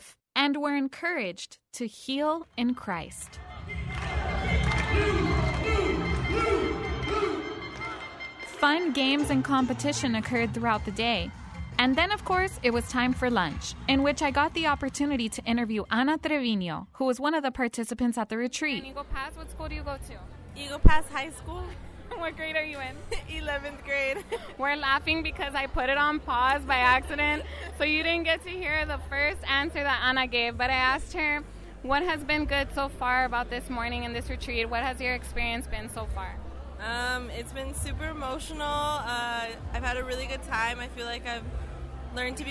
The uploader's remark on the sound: Eagle Pass Youth Rally. The LIVE on-site broadcast.